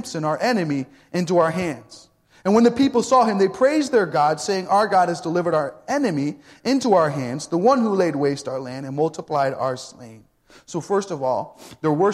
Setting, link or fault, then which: setting, large echoing room